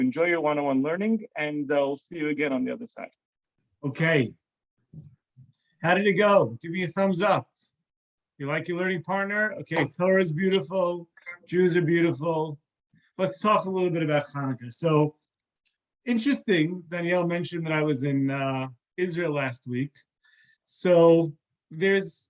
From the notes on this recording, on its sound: This is a recording of a zoom talk